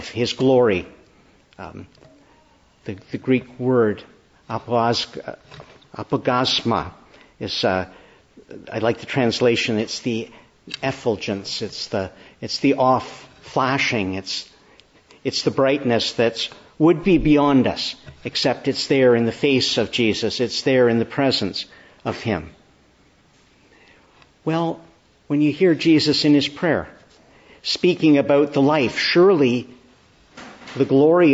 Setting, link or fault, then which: setting, large echoing room